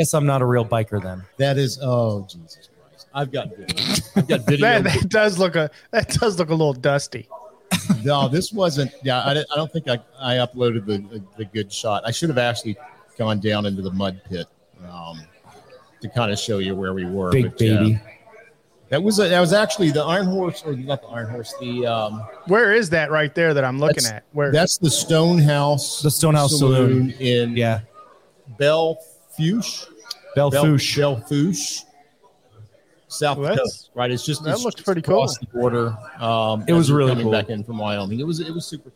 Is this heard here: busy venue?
yes